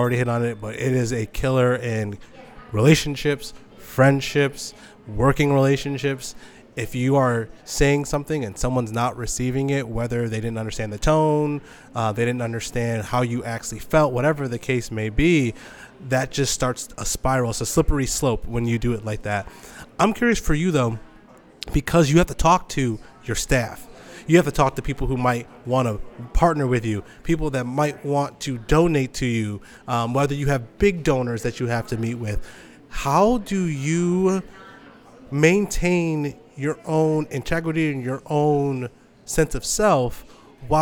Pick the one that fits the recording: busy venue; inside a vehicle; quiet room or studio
busy venue